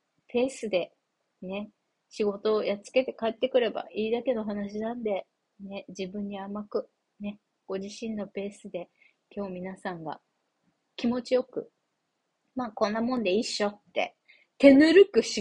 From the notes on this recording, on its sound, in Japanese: From Radiotalk。音質良くないね※。